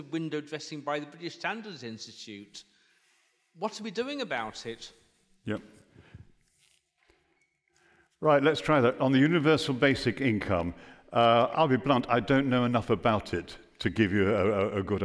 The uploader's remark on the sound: Recorded live at the 2023 Bradford Literature Festival.